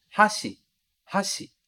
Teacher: com a ênfase lá no ha e não no shi